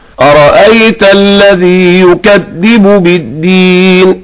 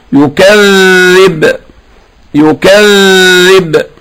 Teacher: لسانه ضغط بيه على أسنانه فانقطع الصوت، بقى شديد · Shown in: first take · بقت الصفة بتاعته شدة.